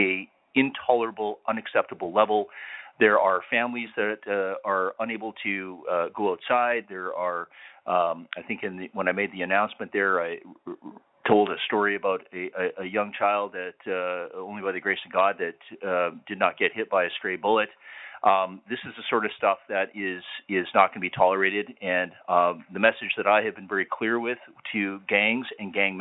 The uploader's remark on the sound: Public Safety Telephone Town Hall (Calgary). Interactive telephone town hall.